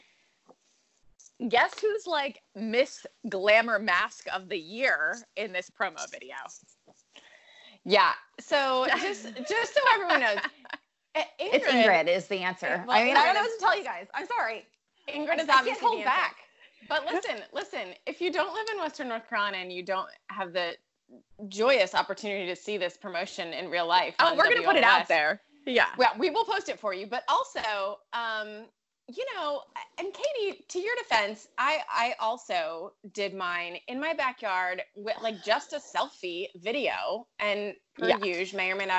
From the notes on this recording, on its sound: Have a coffee date…via Skype. AnchorMOMS: The Podcast is a product of WLOS News 13 of Asheville, N.C.